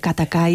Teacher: Katakai tiene unos sonidos oclusivos muy fuertes, muy cortantes